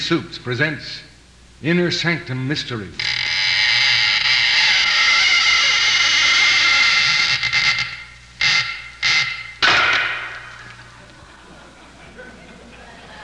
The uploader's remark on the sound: Live Christmas Stage Show 1987